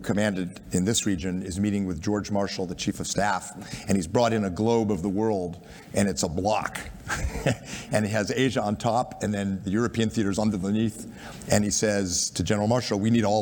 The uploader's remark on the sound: a special series of recordings from the United States Studies Centre’s inaugural Sydney International Strategy Forum